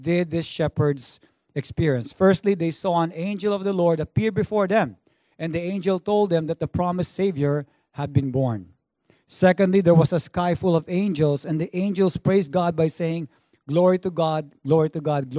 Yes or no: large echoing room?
yes